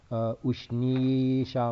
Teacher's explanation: Actually, that S above it should have an accent. So the S is like a SH.